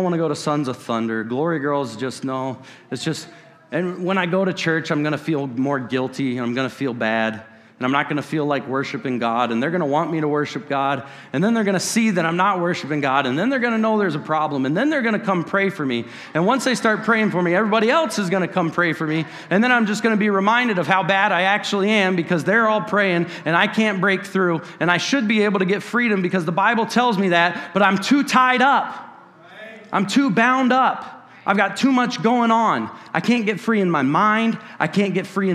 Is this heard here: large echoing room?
yes